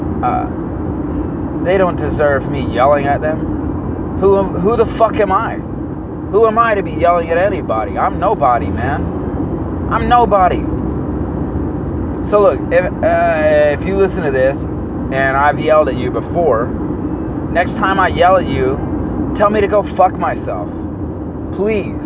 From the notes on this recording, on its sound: Please excuse the road noise.